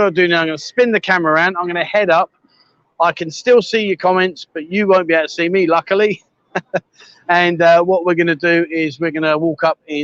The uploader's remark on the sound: "LIVE WALKABOUT" Join me on random walkabouts around Pattaya, Jomtien and much more. Welcome to a Pattaya City themed livestream here on Buzzin Pattaya.